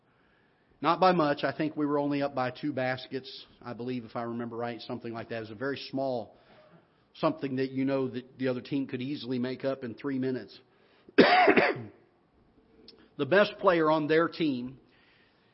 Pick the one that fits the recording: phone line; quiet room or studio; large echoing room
large echoing room